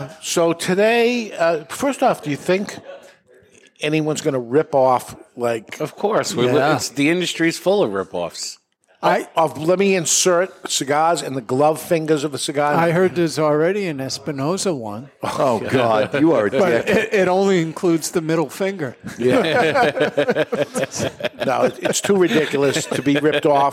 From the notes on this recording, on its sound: recorded live in front of a studio audience at Studio 21 Podcast Cafe upstairs at Two Guys Smoke Shop in Salem, NH